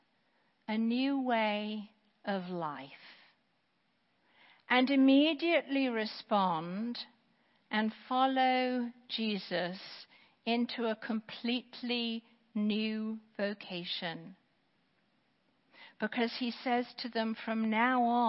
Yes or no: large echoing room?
yes